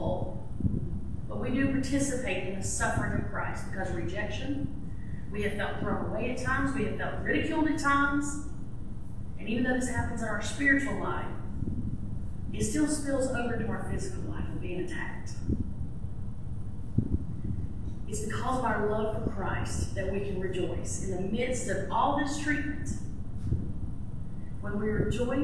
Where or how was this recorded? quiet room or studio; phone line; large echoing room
large echoing room